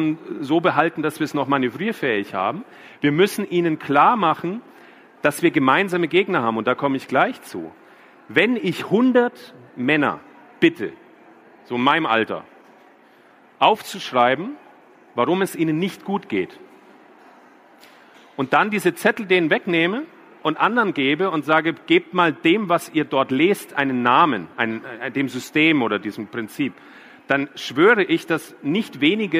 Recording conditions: live audience